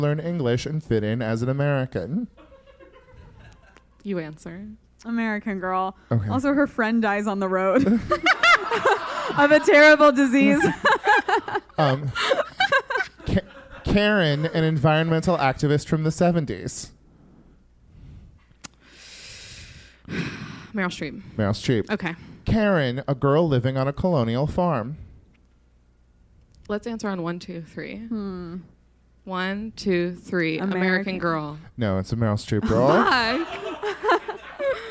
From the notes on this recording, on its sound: LIVE at Lyric Hyperion. Recorded at Lyric Hyperion in Los Angeles.